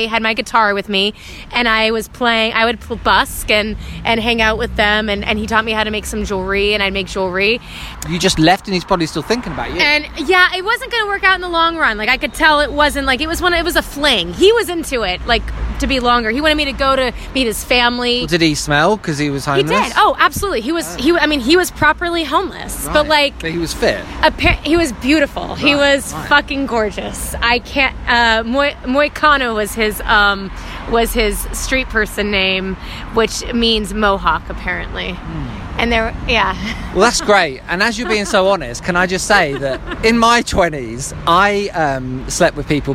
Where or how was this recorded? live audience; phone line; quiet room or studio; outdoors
outdoors